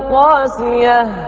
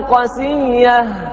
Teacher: الباقون يقرؤونها بمد بالمد حرف المد اللي هو الألف مع تخفيف الياء قاسية